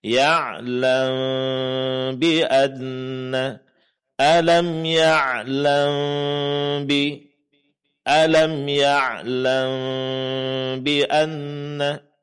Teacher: Nah, kemudian dengung berikutnya terjadi pada mim sukun ketika bertemu dengan ba, yang dikenal dengan istilah ikhfa syafawi, praktiknya persis seperti iqlab, yaitu dengungkan mim sukunnya, samarkan bunyi mim sukun tersebut. Caranya adalah dengan merenggangkan sedikit antara kedua bibir.